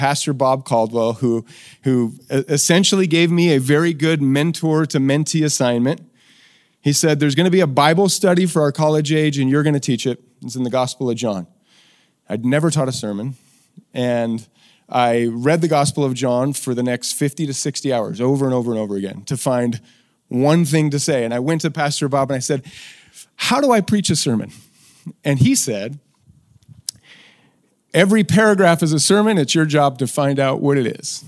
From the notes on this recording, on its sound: recorded during the final session of our Boise Idaho training event